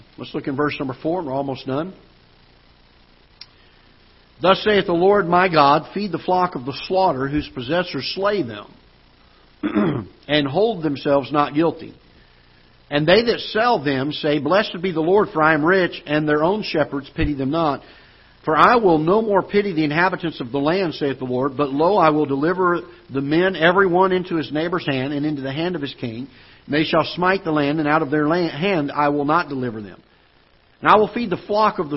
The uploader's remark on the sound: Ketha Heights Baptist Church ~ Live Broadcast